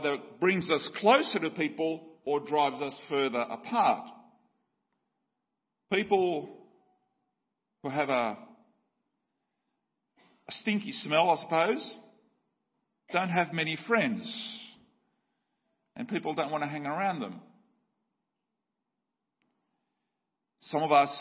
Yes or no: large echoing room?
yes